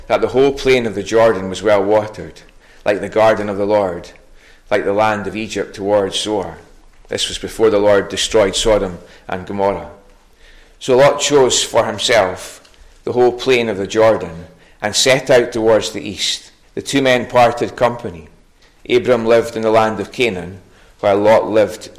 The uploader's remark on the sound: recorded at North Harris Free Church on the evening of Sunday 4th September 2022.